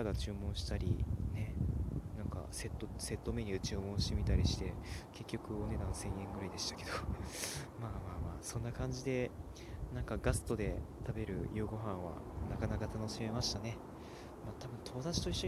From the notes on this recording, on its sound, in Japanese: 外録りのせいでもあります。